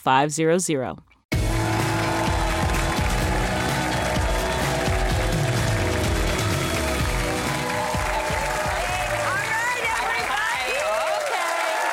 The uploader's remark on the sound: Taking audience questions about male contraception.